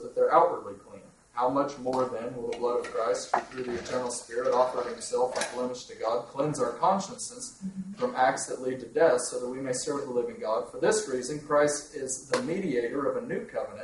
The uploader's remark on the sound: In this resource you hear various questions from the audience